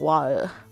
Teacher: 有一些人甚至会讲哇尔，他不讲 T 那个声音了